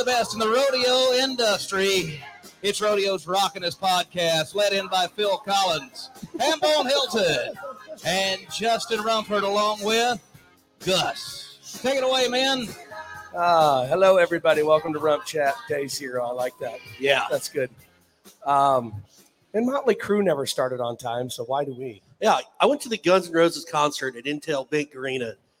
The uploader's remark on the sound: RümpChät Live at the 2023 NFR